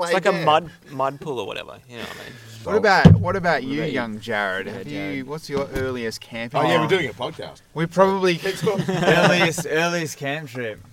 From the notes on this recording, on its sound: The second part of this recording out under the stars, alongside the river, in the wild. Camping.